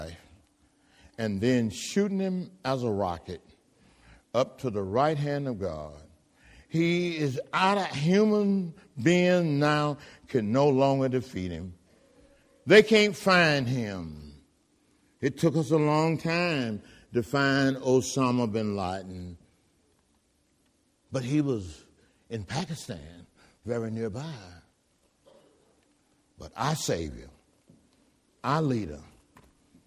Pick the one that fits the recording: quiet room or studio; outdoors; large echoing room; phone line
large echoing room